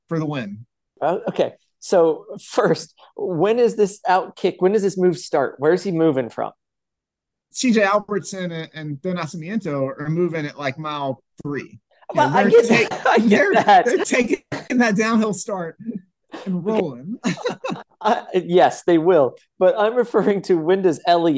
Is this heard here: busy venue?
no